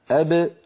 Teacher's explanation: يكون أقصر هذه الثلاثة زمنا هو الباء. لماذا؟ لأنها شديدة